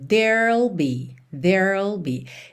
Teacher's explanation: There will está contraído. Então a gente tem there e depois já o L.